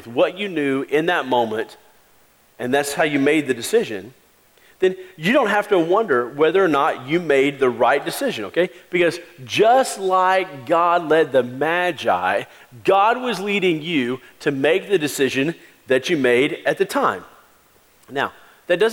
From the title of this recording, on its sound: Christmas Eve Service 2016